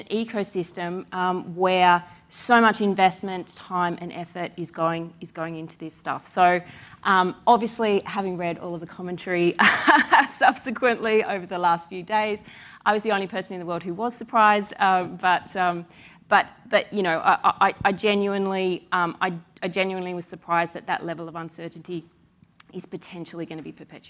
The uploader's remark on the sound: recorded at Advertising Week APAC 2022